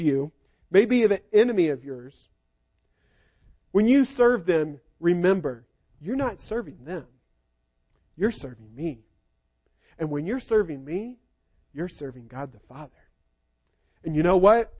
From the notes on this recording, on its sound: Recording of the sermon